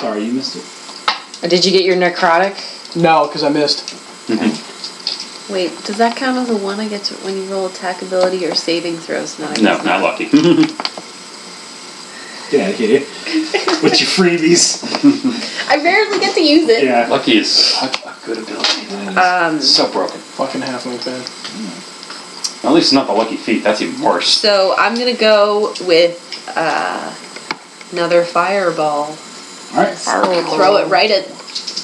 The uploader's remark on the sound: The audio is good quality as we are in person but there is a white noise that i could not remove.